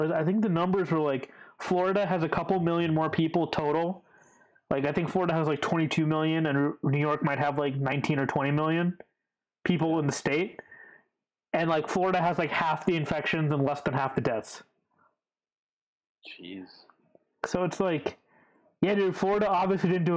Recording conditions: poor sound quality